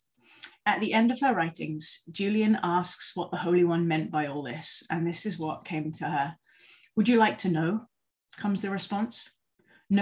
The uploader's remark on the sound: For this zoom service